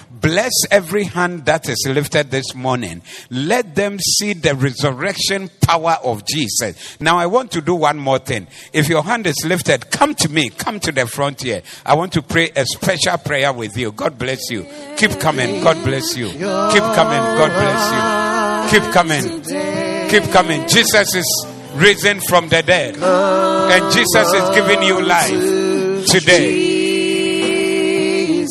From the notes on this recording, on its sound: Preached at the Doxa Service